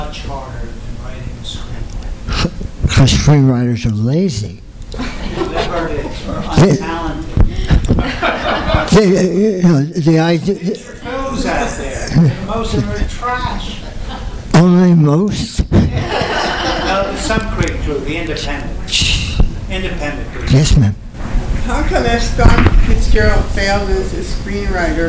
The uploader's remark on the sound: THIS EVENT WAS RECORDED LIVE AT SKYLIGHT BOOKS SEPTEMBER 8, 2011.